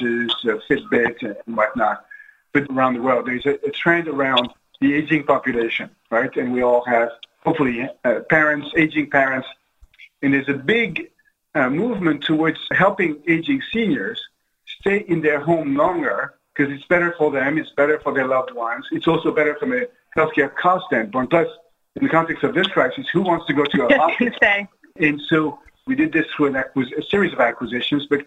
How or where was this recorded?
video call